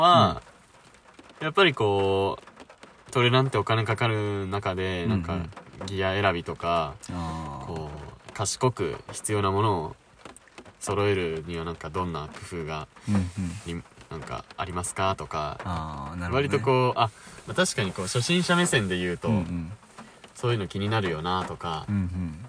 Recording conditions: background noise